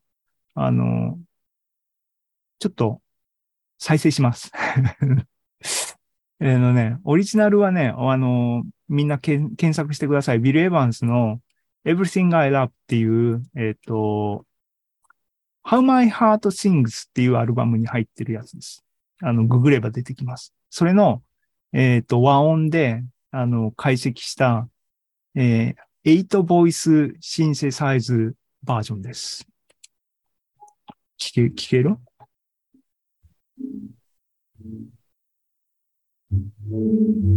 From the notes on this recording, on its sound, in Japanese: ２０２２年１１月３０日に開催した ZOOMライブの模様です。